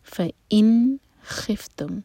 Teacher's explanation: نون پر سکون ہے، نون پر اظہار ہوگا، نون کو کلیئر پڑھا جائے گا